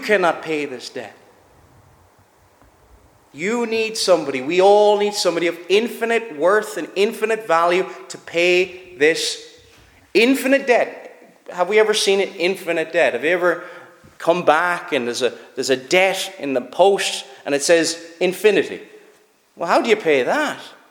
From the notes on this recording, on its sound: Preached at Shettleston Free Church -Continuing- during their communion season.